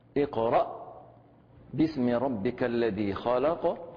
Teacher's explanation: على سبيل المثال، الهمزة مثلا في قوله تعالى اقرأ باسم ربك الذي خلق، عندنا هنا همزة ساكنة فقرأناها بالتصادم فقط · Term: الهمزة الساكنة